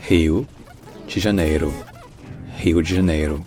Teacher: La deuxième, c'est que le DE, en portugais brésilien, ça se dit G